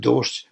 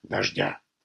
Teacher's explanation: Зубной звонкий «Д» здесь то твердый, то мягкий, а «Ж» вполне себе твердый.